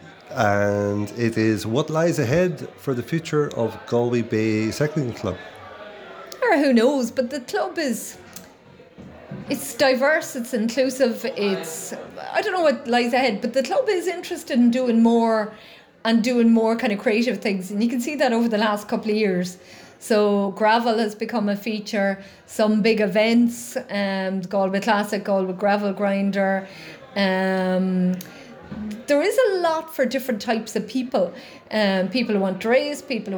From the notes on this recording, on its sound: a recording from the Galway Bay Cycling Club's Christmas Party in December 2023